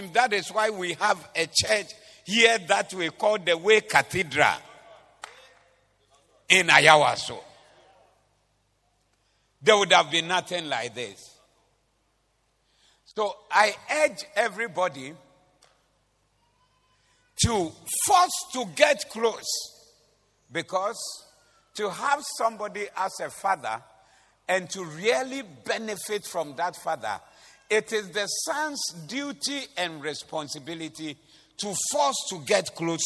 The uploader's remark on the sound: Preached at the Doxa Service 14052023